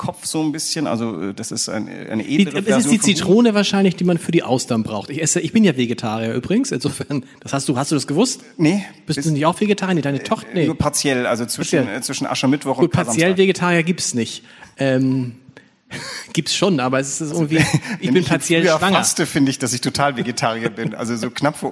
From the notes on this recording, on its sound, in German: Zur Podcast-Premiere vor Publikum in der Kunsthalle.